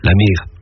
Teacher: À certains endroits, on ferme la voyelle. Le mot devient donc la mère.